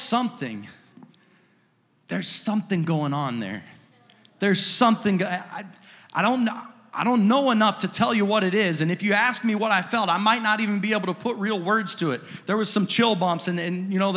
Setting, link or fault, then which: setting, large echoing room